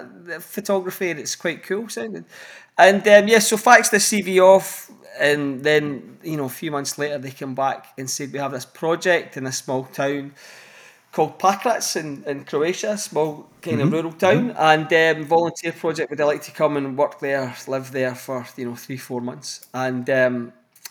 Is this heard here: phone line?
no